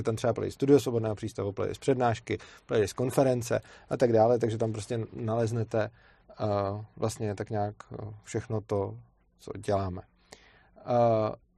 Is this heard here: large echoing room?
no